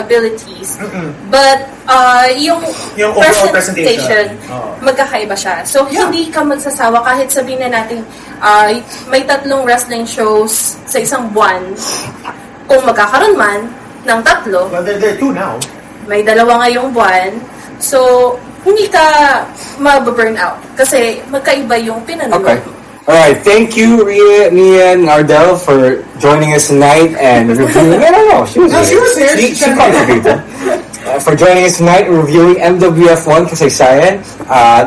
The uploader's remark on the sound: You'll have to excuse us for the quality of this week's episode, as we encountered some technical difficulties beyond our control!